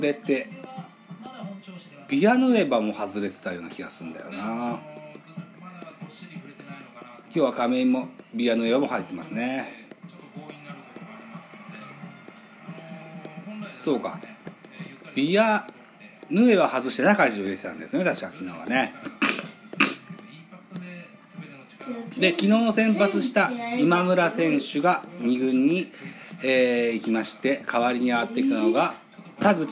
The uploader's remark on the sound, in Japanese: マツダ ZoomZoomスタジアム。IPad収録版。